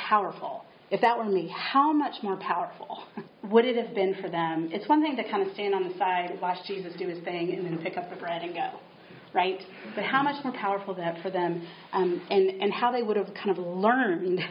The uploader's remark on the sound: Nashville L'Abri Conference Podcast. Each episode features the audio from one of the lectures or workshops. This week's episode features audio from a workshop.